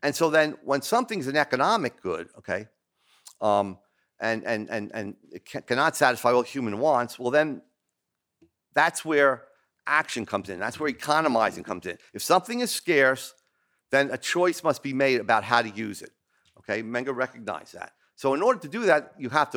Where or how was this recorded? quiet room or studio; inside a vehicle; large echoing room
large echoing room